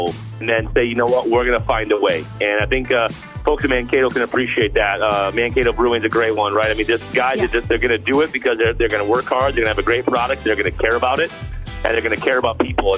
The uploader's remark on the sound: calls in to chat